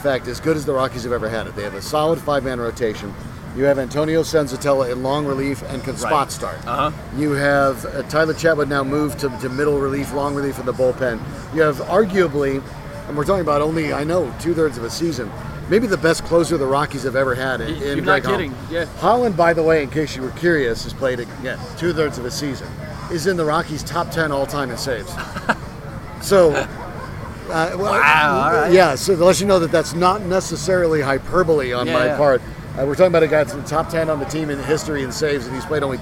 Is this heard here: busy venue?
yes